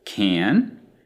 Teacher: the word can has a very obvious extension of the vowel sound